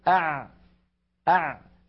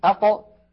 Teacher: زمن أع أطول من زمن أق، وأقصر من زمن أش أه أف. إذن الرخاوة فيها امتداد وجريان للصوت، وبالتالي الحرف الرخو له زمن معين.